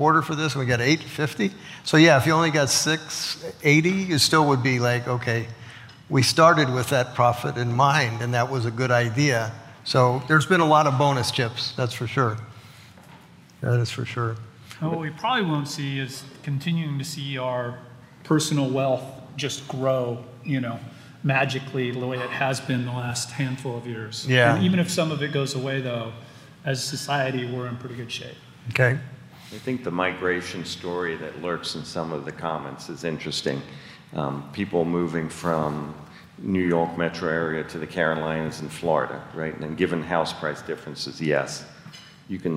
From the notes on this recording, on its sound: The Norris Group’s annual award-winning event, I Survived Real Estate is back, LIVE! Our 15th annual black-tie gala.